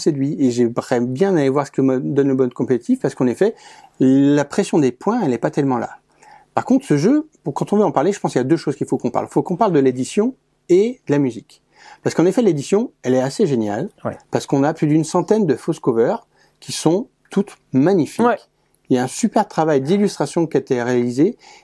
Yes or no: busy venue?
no